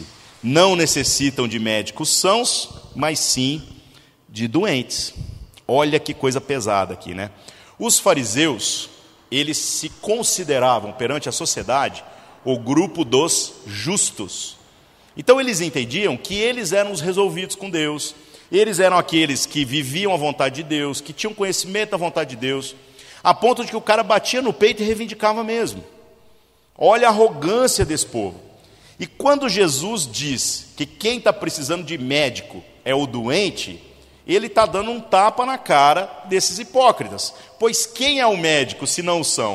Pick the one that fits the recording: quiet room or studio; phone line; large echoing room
large echoing room